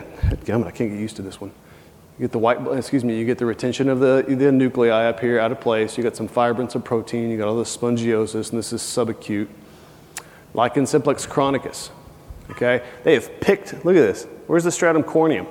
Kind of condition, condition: setting, busy venue